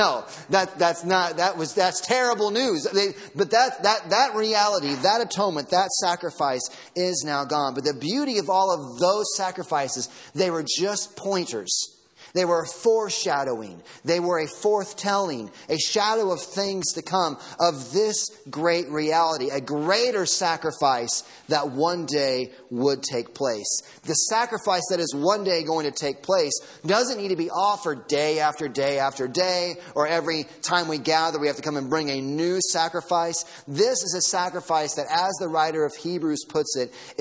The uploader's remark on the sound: Sermon audio from Sunday morning.